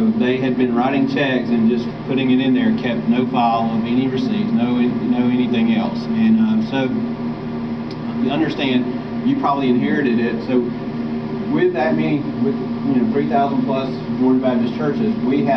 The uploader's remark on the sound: Jonesboro Breakout Session 3. Some audio quality issues.